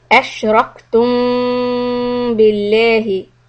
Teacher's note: ميم followed by باء إخفاء شفوي